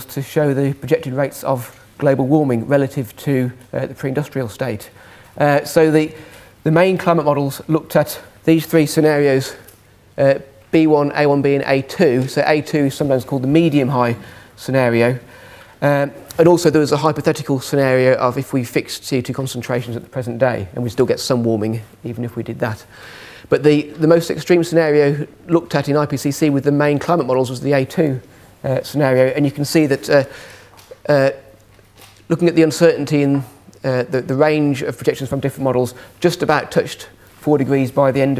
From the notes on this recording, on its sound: Second presentation from session 1 of the 4degrees International Climate Conference